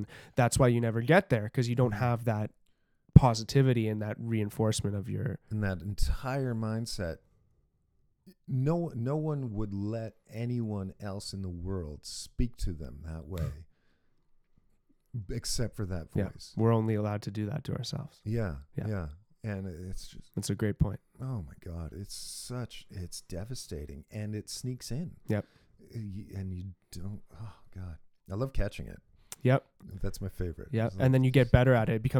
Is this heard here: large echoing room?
no